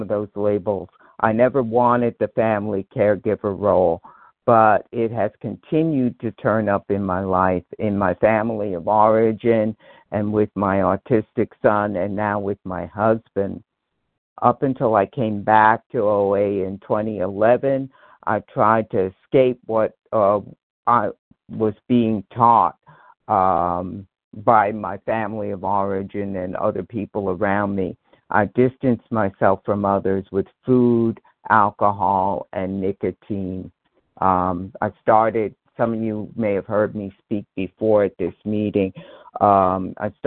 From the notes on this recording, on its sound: from the 100 Pounders Phone Meeting